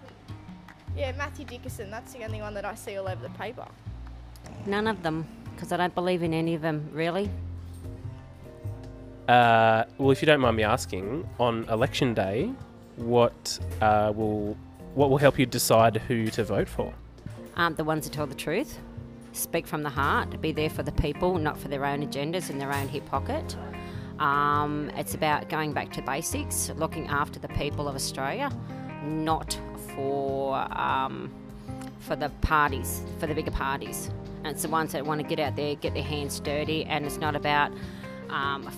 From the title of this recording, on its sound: Hitting the streets of Mudgee with a microphone